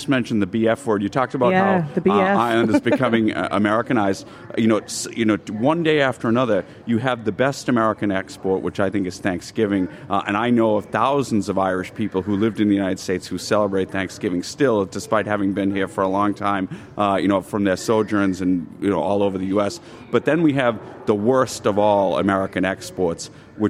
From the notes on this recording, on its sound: Lunchtime Live was LIVE from The Friends Experience in Dublin today.